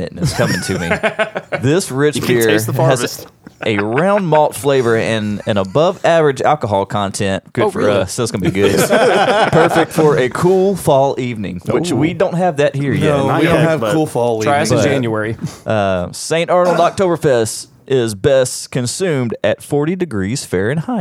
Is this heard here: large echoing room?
no